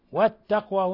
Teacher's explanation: اللام شمسية التقوى راحت اللام